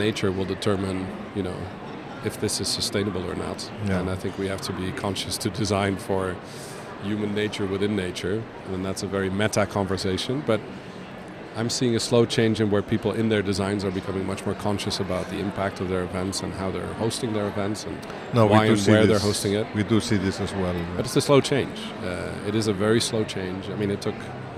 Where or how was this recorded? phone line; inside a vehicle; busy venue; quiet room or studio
busy venue